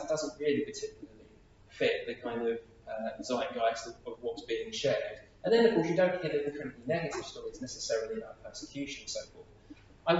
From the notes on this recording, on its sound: Audio from a seminar hosted by Premier at the National Parliamentary Prayer Breakfast 2023 in the Houses of Parliament